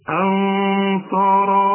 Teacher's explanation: الهمزة رققها والغنة فخمها، لأن الغنة ديت بعدها الصاد